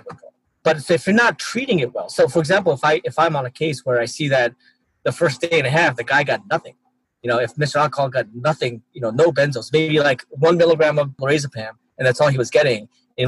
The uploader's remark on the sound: he did record in his car